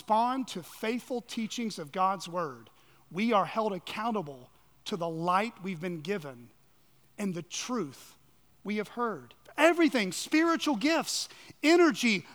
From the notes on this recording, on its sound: on the morning of September 3, 2023, at Chaffee Crossing Baptist Church in Barling, AR.